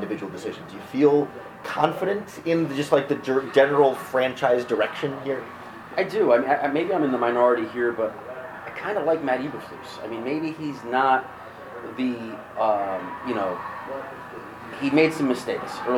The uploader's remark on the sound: We had technical issues recording this episode on the road, and the audio quality is far below our usual standard.